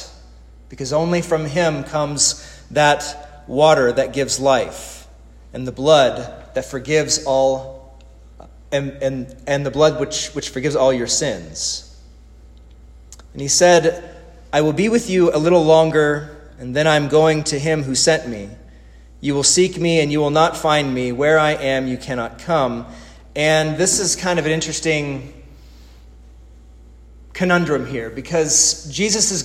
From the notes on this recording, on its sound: This is the sermon audio from the divine service held Monday March 30, 2020 at Resurrection Lutheran Church in Fredericksburg, Texas.